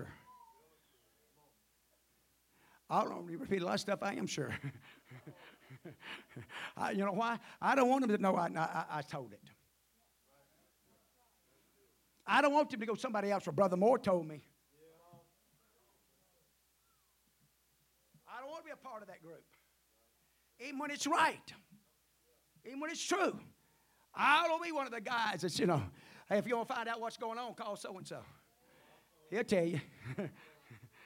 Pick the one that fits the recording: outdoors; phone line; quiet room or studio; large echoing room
large echoing room